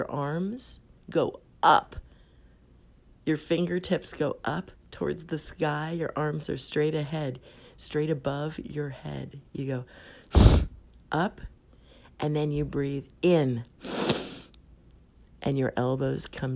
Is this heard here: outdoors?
no